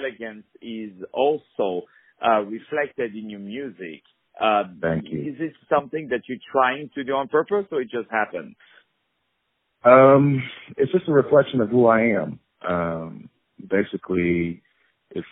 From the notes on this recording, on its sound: On the phone